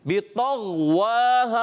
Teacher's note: गैन हुरूफ मुस्तालिया में से है और मोटे हुरूफ में से, मगर इसको कम मोटा रखेंगे। और इसमें कलकला नहीं होना चाहिए, यानी आवाज़ लोड करना है, जैसे बितग़ ऐसे आवाज़ वापस नहीं आनी चाहिए।